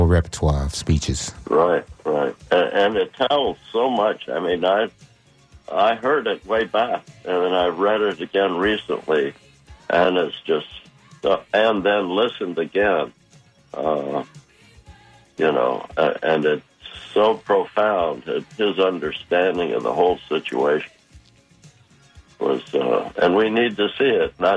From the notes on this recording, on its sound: unique magazine format call-in show